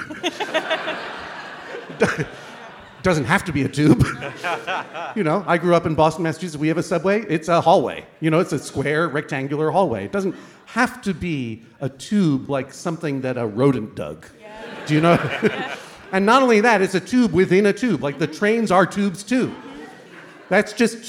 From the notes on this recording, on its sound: This week's episode was recorded LIVE from the London Podcast Festival!